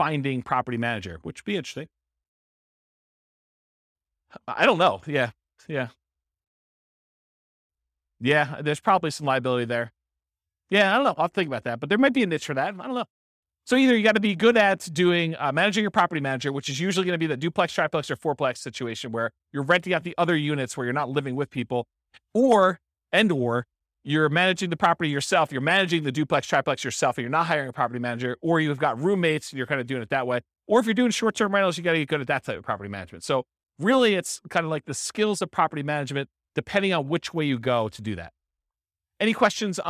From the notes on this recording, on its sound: This was a live class recorded